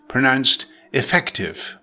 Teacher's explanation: Effective is an adjective pronounced effective with the stress on the second syllable